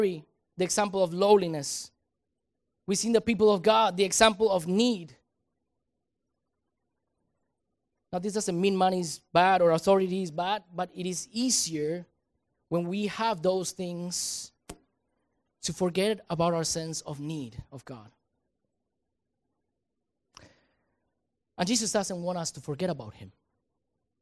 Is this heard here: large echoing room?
yes